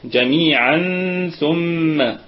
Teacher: تنوين أتى بعده حرف الثاء، فهنا حكمه إخفاء حقيقيا بغنة، ودرجة الغنة الدرجة الثالثة جميعا ثم.